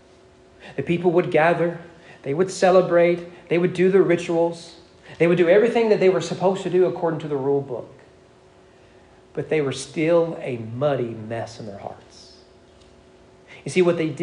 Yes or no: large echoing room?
yes